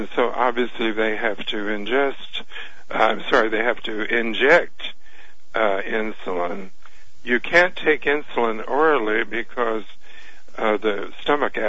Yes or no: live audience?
no